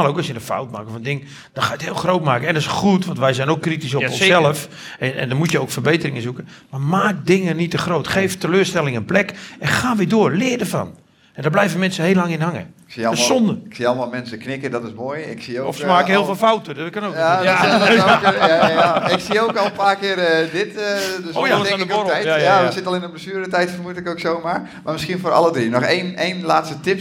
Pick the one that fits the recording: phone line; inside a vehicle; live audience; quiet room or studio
live audience